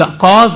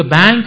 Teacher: ಕಾಸ್ ಅನ್ನುವಲ್ಲಿ ಬರುವಂಥ ಅಕಾರಕ್ಕೆ ಆ ಉಕಾರದ ಒಂದು ಸ್ಪರ್ಶ ಇದೆ ಬ್ಯಾಂಕ್ ಅನ್ನುವಲ್ಲಿ ಆ ಅಕಾರಕ್ಕೆ ಯಕಾರದ ಸ್ಪರ್ಶ ಇದೆ